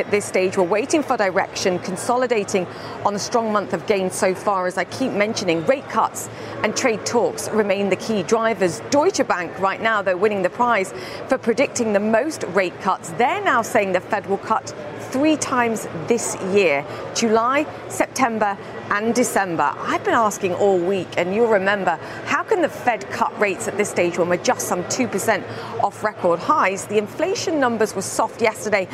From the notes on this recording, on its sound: live from the New York Stock Exchange